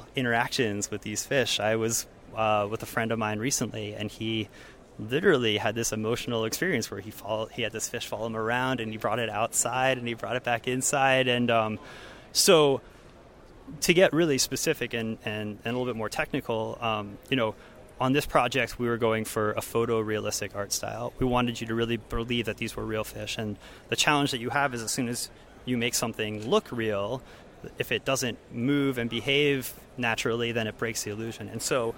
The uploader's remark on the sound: Interviews from the floor of the world's biggest computer graphics conference. SIGGRAPH 2019 Triptych.